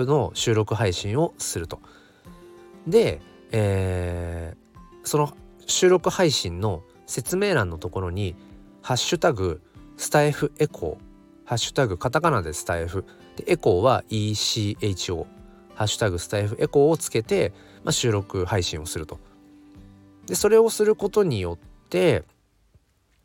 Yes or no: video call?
no